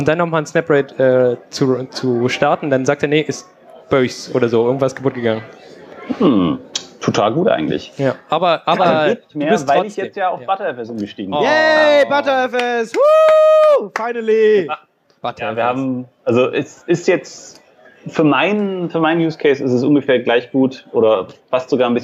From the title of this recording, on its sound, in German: Binärgewitter Live (33c3-sendezentrum)